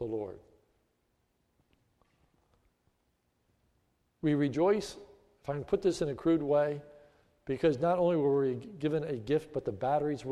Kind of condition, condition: setting, large echoing room